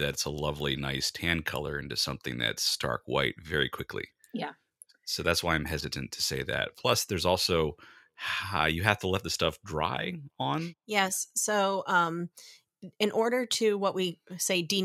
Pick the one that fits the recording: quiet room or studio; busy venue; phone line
quiet room or studio